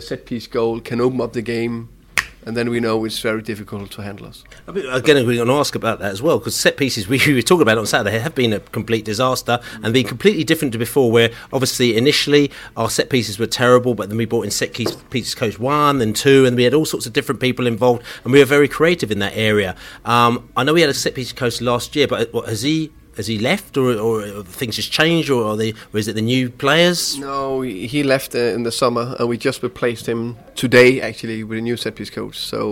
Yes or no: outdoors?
no